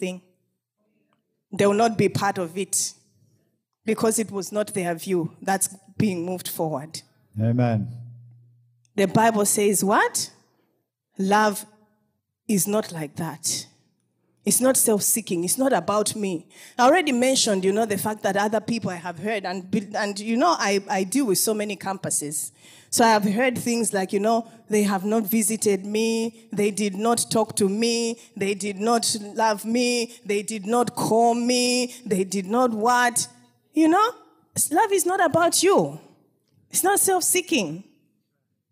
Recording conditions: large echoing room